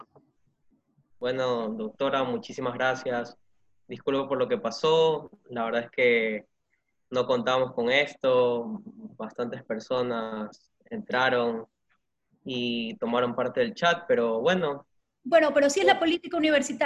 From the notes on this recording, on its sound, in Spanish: se realizó a través de la plataforma ZOOM